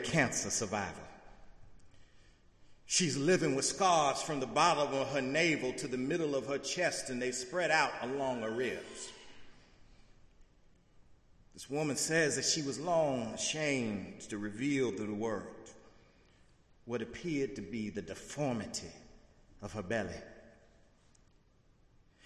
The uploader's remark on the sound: in the Memorial Church.